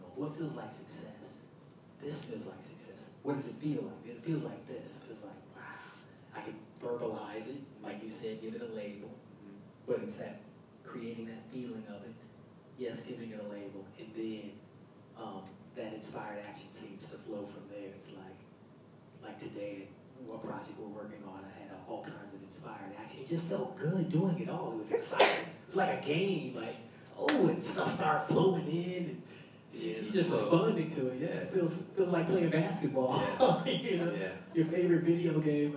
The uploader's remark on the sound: This podcast was recorded with a live audience in Atlanta Georgia during a thunderstorm. There was a potent energy in the room.